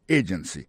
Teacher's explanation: Pour mot agency, hein, accent tombé sous premier syllabe là.